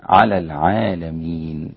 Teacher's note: ونقف على النون هنا بالسكون المحض المجرد